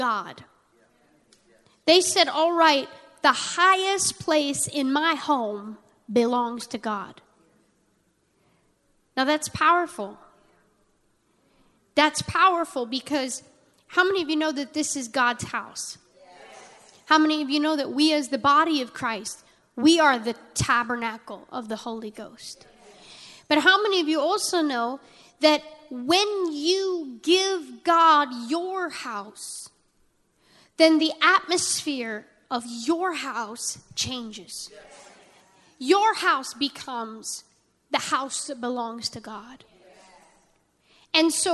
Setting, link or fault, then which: setting, large echoing room